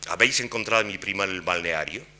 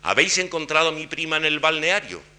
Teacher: Pero habéis encontrado a mi prima en el balneario, con la entonación de elevación de registro, claro, aquí no hay acento del interrogativo, pero le sustituye el acento de la primera palabra, en este caso el de habéis. · Shown in: second take · Habéis, desde ahí, habéis encontrado a mi prima en el balneario.